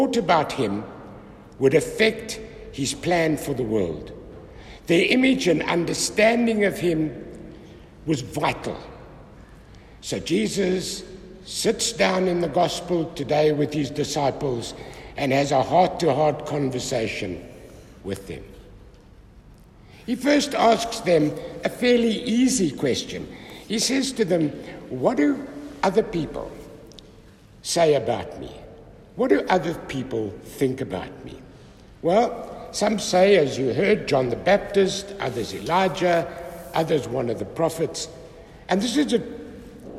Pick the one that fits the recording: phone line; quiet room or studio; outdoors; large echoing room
large echoing room